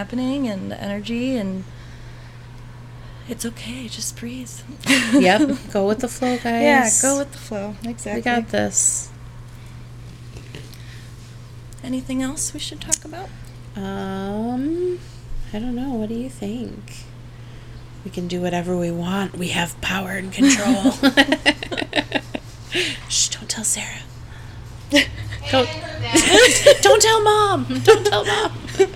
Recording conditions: background noise